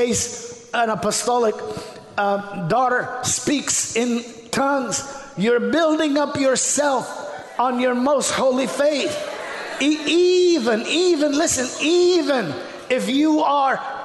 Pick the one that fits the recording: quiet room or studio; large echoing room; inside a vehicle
large echoing room